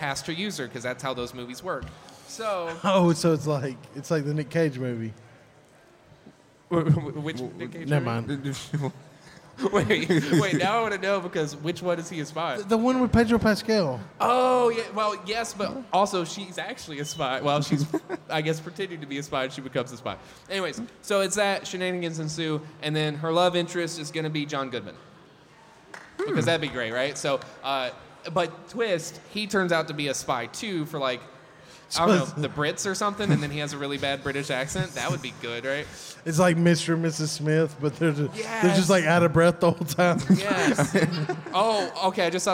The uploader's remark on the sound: Join us for a thrilling live podcast recorded at the Mississippi Comic Con! Take audience suggestions to create exciting movie pitches on the spot.